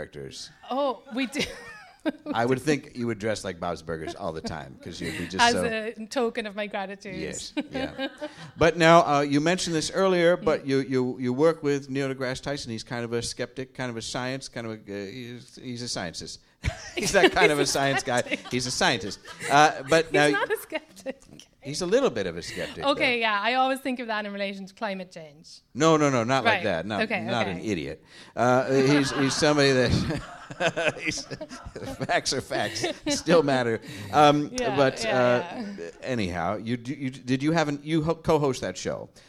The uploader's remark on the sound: special live episode of Deep Night, recorded at the Slipper Room in NYC